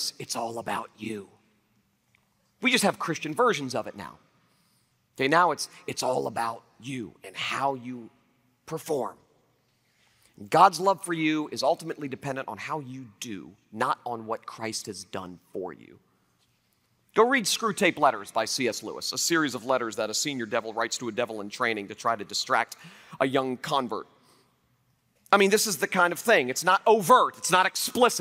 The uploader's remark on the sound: Liberty University Convocation, 2012